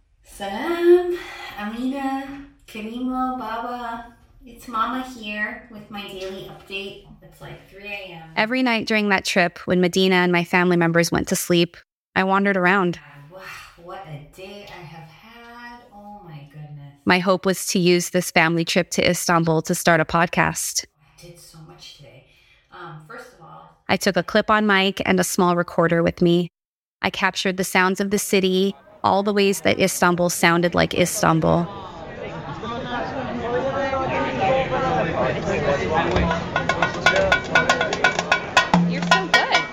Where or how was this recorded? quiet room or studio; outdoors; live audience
outdoors